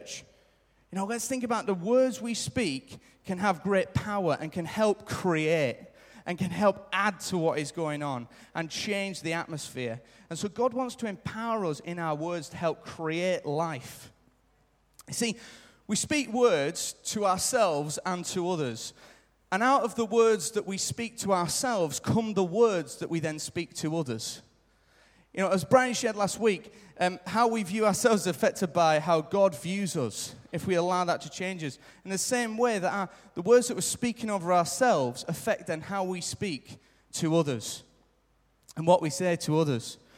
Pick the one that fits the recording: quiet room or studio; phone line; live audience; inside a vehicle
live audience